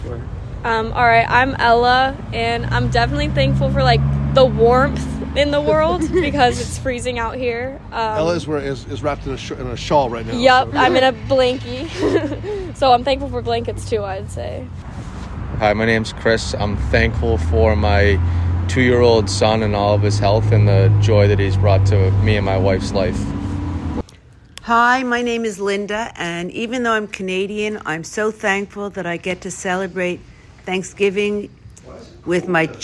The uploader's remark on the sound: roamed the streets of Newton and Boston